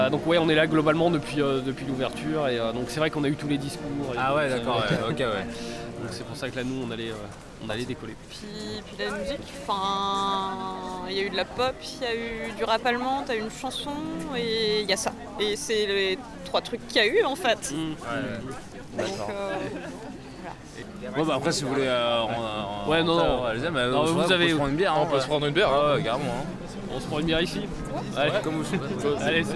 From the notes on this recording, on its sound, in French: Une promenade à Berlin. Nous y étions et vous partageons cette journée en immersion dans les espaces de fête et de mémoire berlinoises.